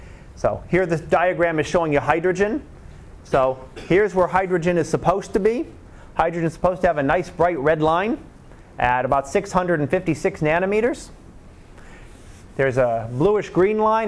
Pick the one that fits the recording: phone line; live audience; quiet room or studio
live audience